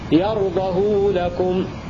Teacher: بضم الهاء وصلتها بمقدار حركتين